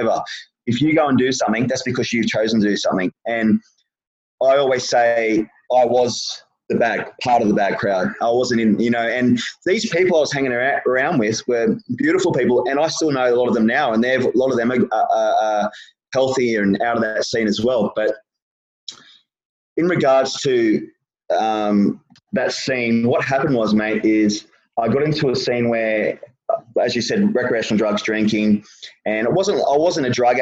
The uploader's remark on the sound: over a zoom call